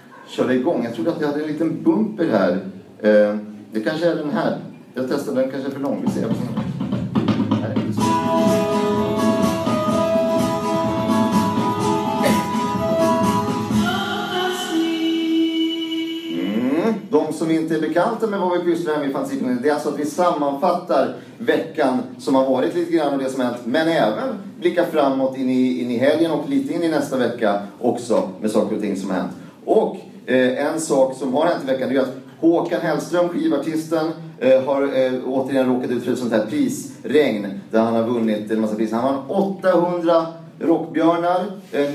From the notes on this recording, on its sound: N&auml;r vi skulle spela in denna podcast framf&ouml;r maffig publik p&aring; Lund Comedy Festival s&aring; d&ouml;k det inte ljudteknikern som skulle spela in det hela upp s&aring; jag spelade in det p&aring; min mobil s&aring; det &auml;r riktigt d&aring;lig. (LIVE!). När vi skulle spela in denna podcast framför maffig publik på Lund Comedy Festival så dök det inte ljudteknikern som skulle spela in det hela upp så jag spelade in det på min mobil så det är riktigt dåligt ljud.